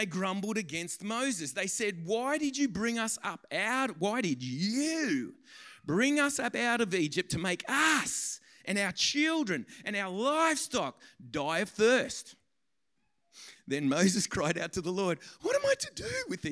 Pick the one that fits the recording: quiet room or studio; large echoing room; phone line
large echoing room